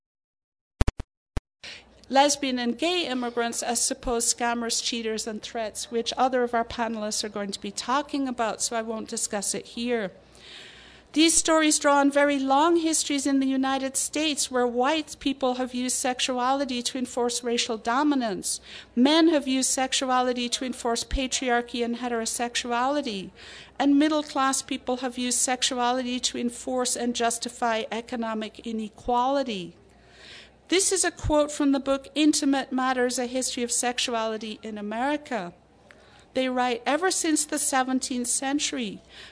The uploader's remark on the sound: Excerpts from the 2014 Tucson Festival of Books Nuestras Raices